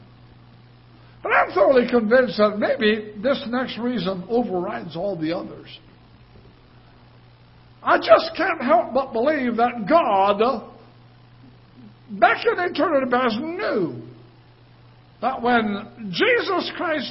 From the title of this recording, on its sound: Ketha Heights Baptist Church ~ Live Broadcast